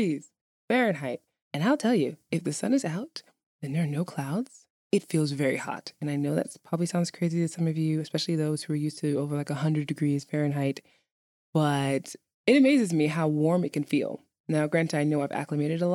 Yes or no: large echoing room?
no